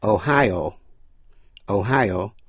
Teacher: Tiểu bang Ohio, nhấn mạnh vào vần nhì